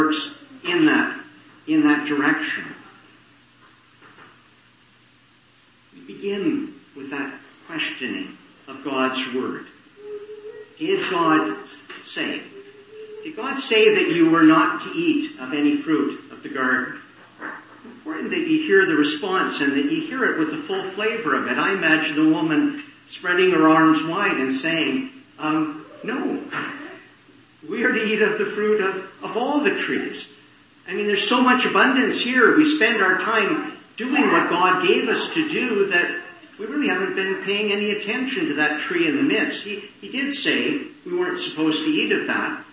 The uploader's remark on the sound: Morning Service. Preached in the Annunciation of the Blessed Virgin Mary, Ottawa. Poor sound quality.